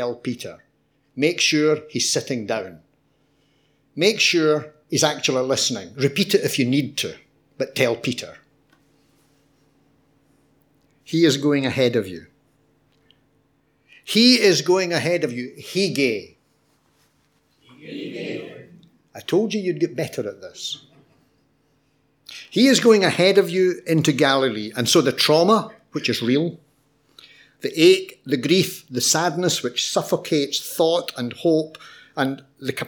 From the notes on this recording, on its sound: Audio podcast of morning service.